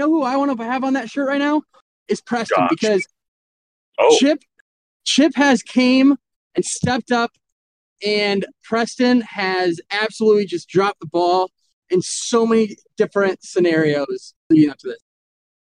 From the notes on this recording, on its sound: In the wild Texas Heat. What better to do while driving than do a Pod?